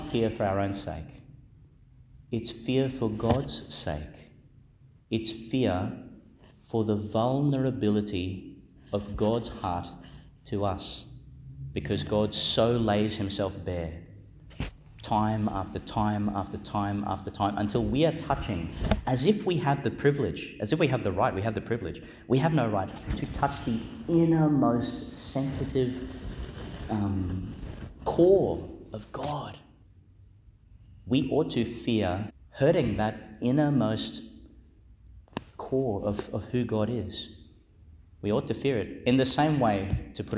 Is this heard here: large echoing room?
yes